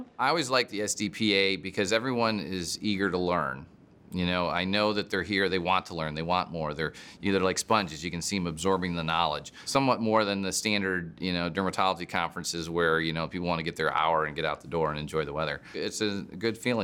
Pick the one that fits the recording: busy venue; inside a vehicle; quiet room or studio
busy venue